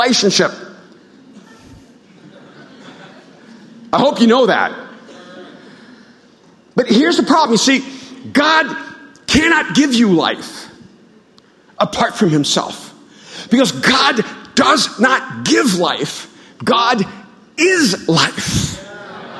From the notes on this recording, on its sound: At Mosaic Hollywood, 09/30/2018 at the 8pm gathering.